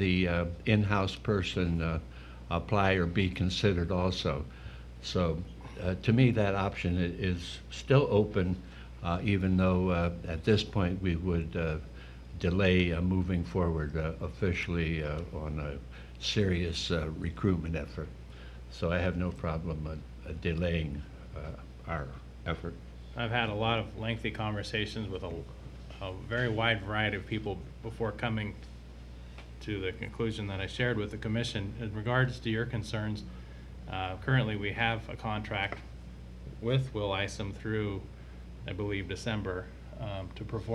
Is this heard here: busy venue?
yes